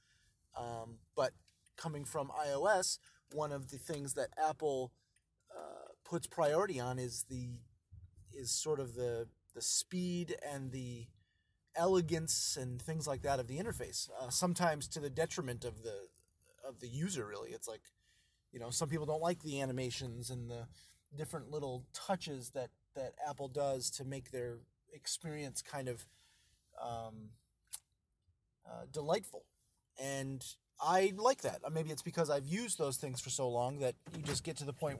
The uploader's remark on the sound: An update via Android (audio). A quick audio bit, recorded while driving through my car’s audio system for part of it (sorry).